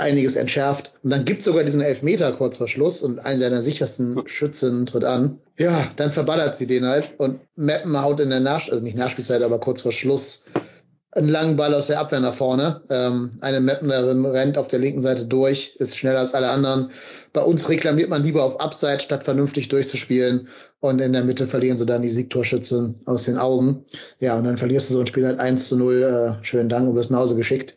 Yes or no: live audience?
no